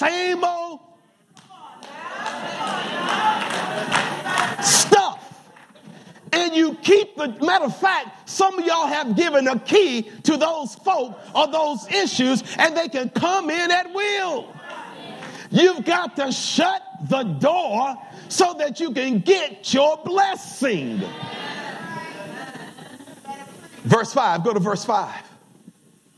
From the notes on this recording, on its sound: Welcome to Emmanuel Seventh-Day Adventist Church Live! Sabbath Divine Worship.